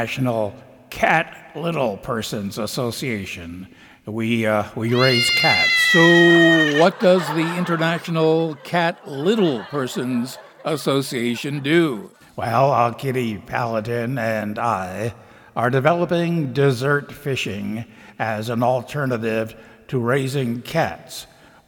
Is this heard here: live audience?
yes